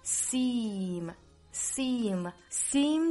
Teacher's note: 长元音 e，大家不要发成了 same，应该是有紧张感的，嘴角两边裂开